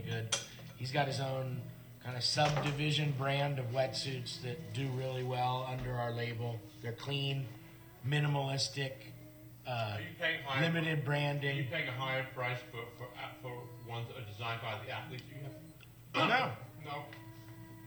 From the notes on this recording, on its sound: live from his surf show in Santa Cruz